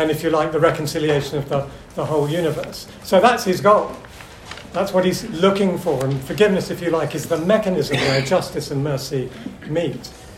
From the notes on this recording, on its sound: Audio from a seminar hosted by LICC at the National Parliamentary Prayer Breakfast 2023 in the Houses of Parliament on Tuesday 27 June 2023